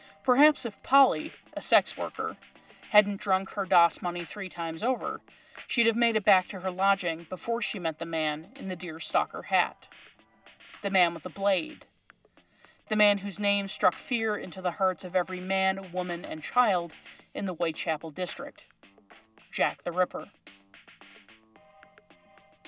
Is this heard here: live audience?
no